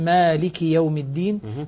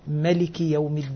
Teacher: الكسائي وعاصم يقرآن بإثبات الألف مالك يوم الدين، أما بقية السبعة فيقرؤونها بالقصر ملك يوم الدين